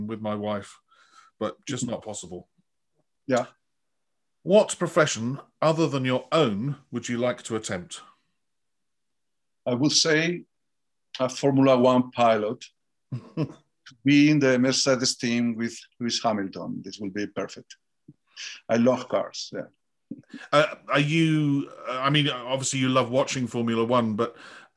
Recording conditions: video call